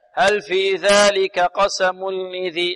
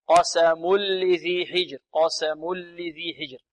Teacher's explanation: التنوين إذن مع اللام إدغام بغير غنة · Shown in: second take · عندنا الذال هنا معجمة تخرج من طرف اللسان مع طرف الثنايا العليا، هل في ذلك قسم لذي حجر، حجر.